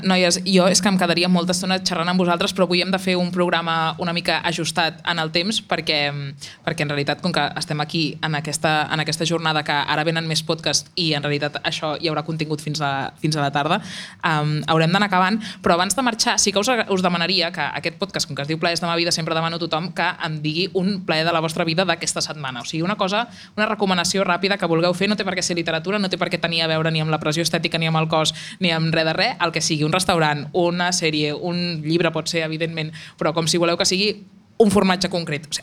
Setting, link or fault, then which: setting, busy venue